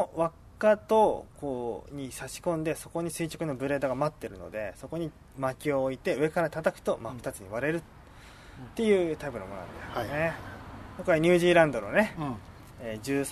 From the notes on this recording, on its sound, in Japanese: 久々のたき火収録です！火を囲んで。芋が焼けるまで収録しました。